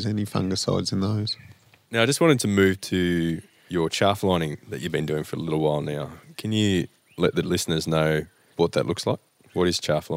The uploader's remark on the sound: outside on the verandah at “Wirrigai” to have this chat.